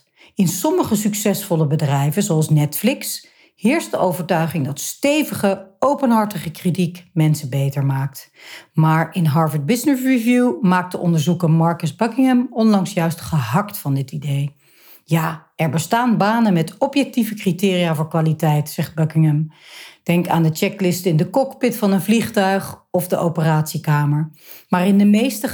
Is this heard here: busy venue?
no